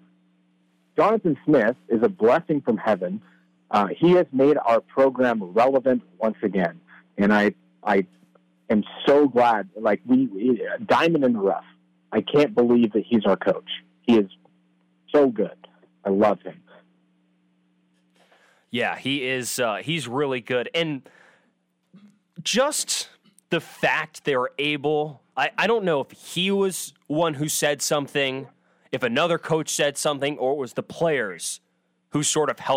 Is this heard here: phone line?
yes